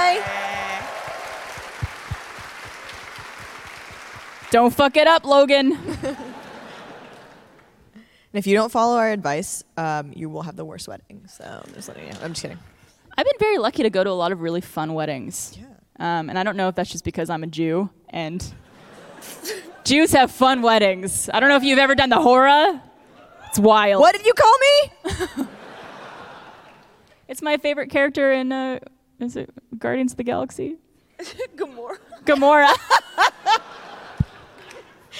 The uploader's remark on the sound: live from RTX!